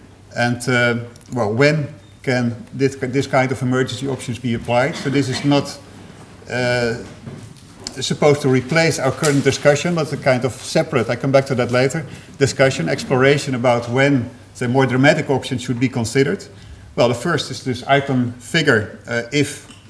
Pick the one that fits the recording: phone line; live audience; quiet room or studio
live audience